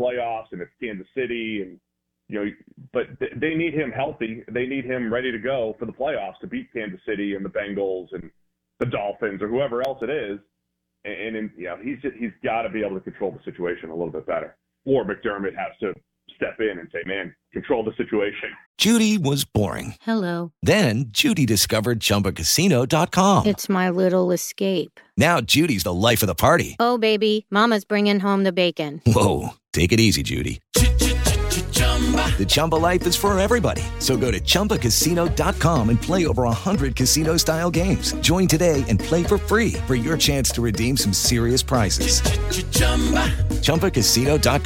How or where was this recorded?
phone line